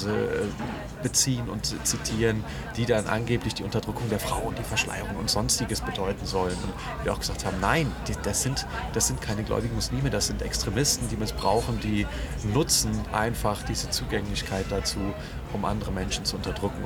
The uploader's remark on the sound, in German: Und falls Ihr Euch über die Hintergrundgeräusche wundert. Haben uns Mitten in Köln getroffen, an einem Spot, an dem viele Menschen unterwegs waren.